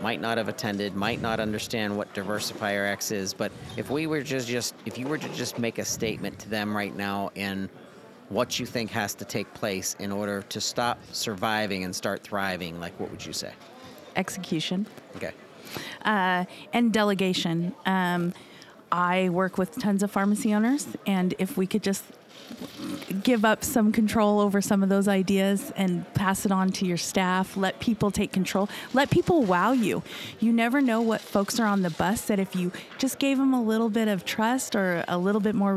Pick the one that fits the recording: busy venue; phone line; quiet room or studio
busy venue